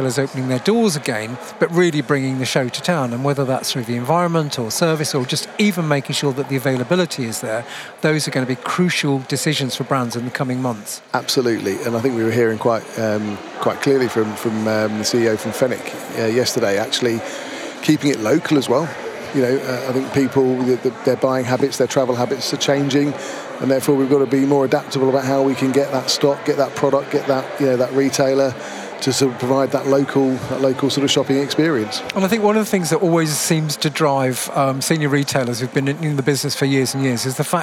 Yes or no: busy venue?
yes